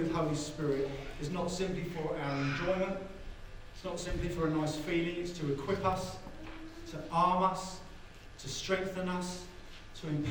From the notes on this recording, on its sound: As we re-gather at Vibe in person. APOLOGIES FOR THE SOUND QUALITY.